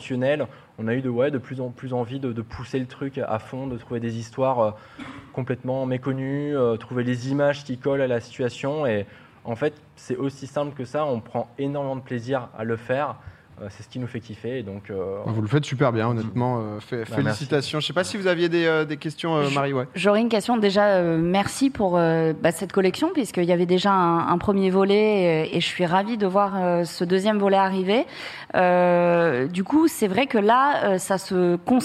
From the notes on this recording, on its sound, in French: cette première en public